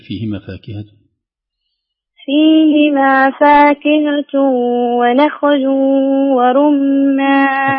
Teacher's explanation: كأن الخاء فيها قلقلة خفيفة هزة، الخاء ساكنة بدون قلقلة وفيها تفخيم.